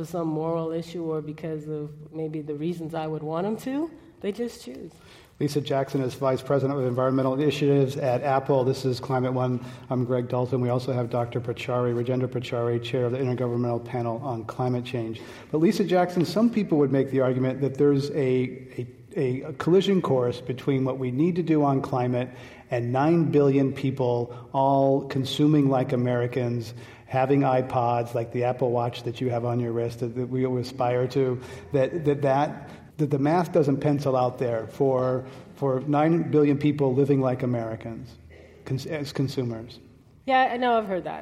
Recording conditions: live audience